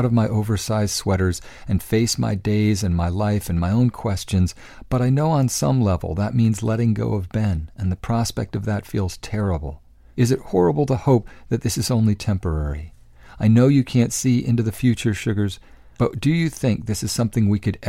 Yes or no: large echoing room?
no